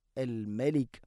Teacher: മീമിനെ പിന്നെ നേർപ്പിക്കണം, കനപ്പിച്ചുകൊണ്ട് ഉച്ചരിക്കരുത്.